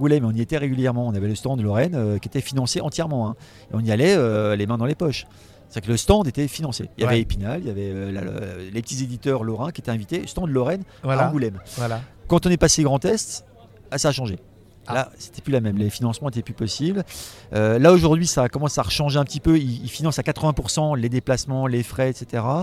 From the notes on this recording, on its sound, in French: rencontre au festival Etrange Grande 2023